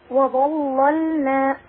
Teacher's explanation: اللام الثانية ساكنة فمرققة